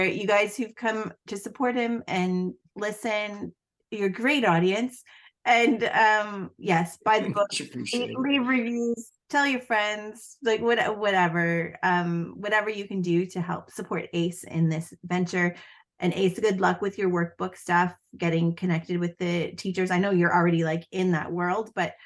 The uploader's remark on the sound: A live Zoom